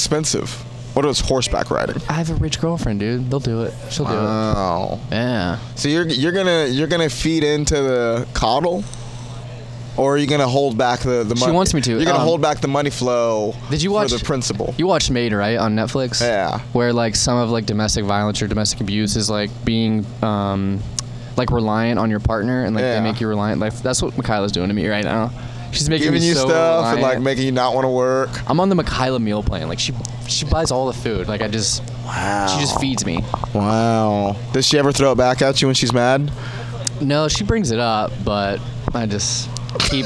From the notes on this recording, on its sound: Banter before the Shantytown Pub Open Mic